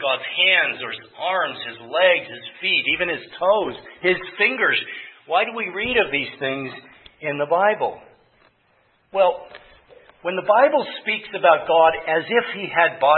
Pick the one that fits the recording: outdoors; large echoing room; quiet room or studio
large echoing room